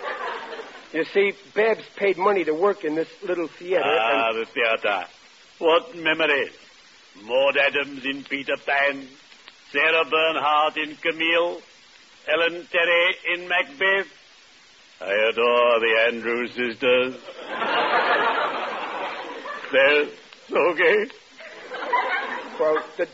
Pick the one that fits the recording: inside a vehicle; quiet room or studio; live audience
live audience